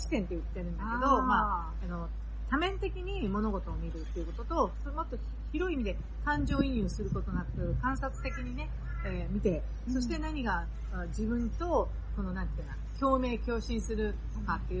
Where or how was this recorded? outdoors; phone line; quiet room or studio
outdoors